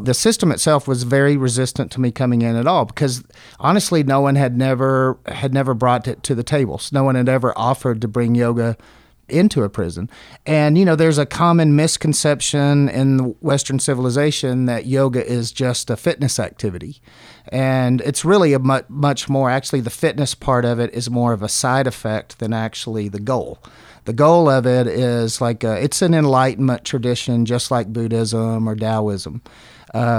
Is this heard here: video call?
no